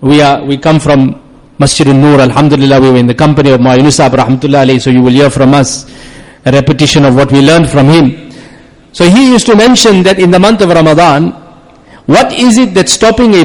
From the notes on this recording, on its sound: Jumuah lecture